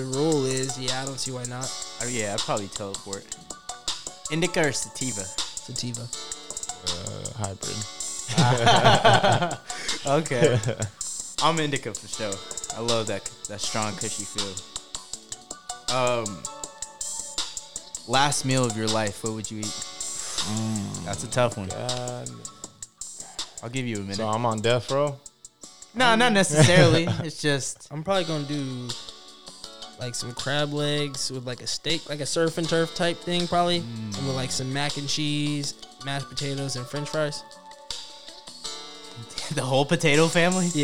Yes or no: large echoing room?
no